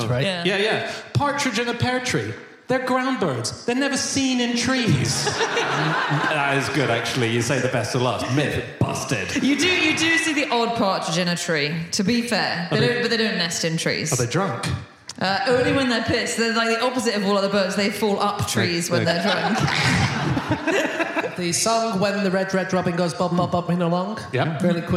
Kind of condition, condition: setting, live audience